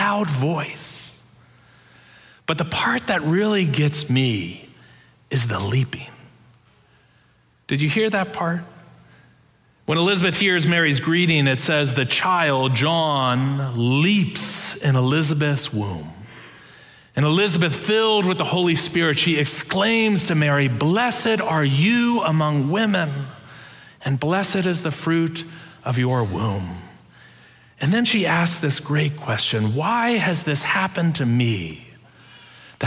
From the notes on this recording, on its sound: Preached on December 5, 2022, in our Sanctuary and MorningSong worship services.